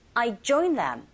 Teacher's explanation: I, 강세 없고요. Join them. 강세 없습니다. Join에만 힘주시면 되겠네요.